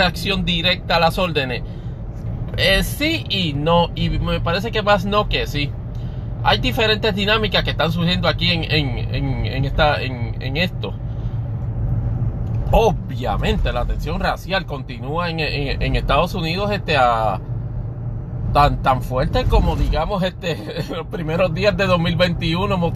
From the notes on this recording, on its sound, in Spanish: grabado desde la aplicación Anchor para Android